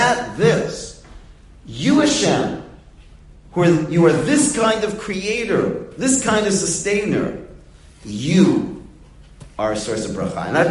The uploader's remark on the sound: Delivered in the Glueck Beis Medrish.